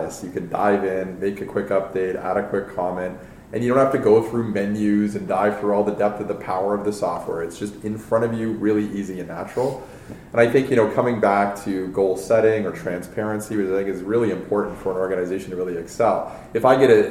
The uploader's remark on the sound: Live from Talent Space 2017